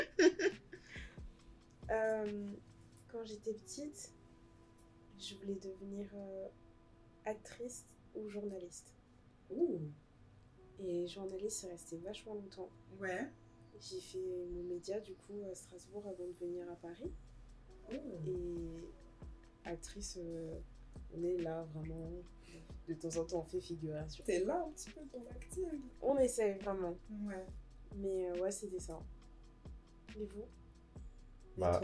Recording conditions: background noise